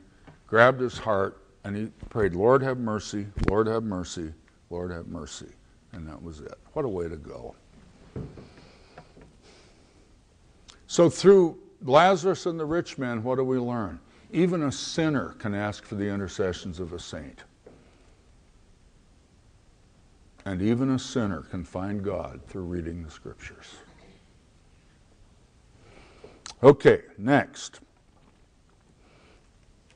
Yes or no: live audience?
yes